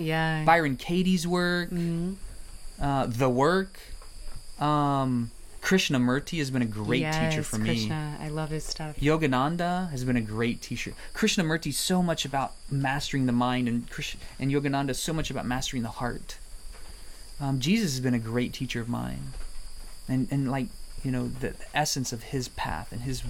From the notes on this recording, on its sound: In this podcast recorded in the Amazon rainforest.